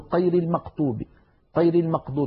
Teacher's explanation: من الأخطاء التي توجد في نطقنا لحرف الغين، بعض المناطق في الجزيرة العربية وخاصة في شرق الجزيرة العربية يخلطون صوت الغين بصوت القاف